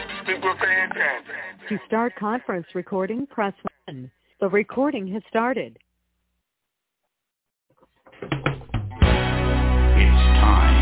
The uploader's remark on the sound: TNTSuperfantastic Conference Call